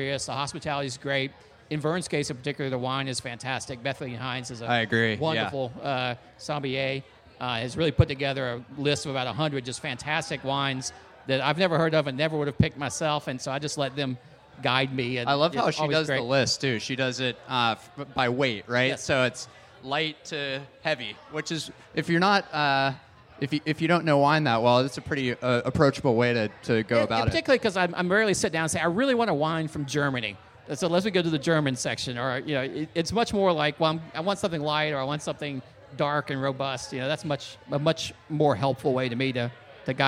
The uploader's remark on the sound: live from the 2023 Charleston Wine and Food Festival